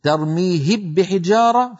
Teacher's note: هل قلت ترميهب بحجارة؟ لو قلت ترميهب بحجارة فإنني حينئذ أكون قد أدغمت الميم في الباء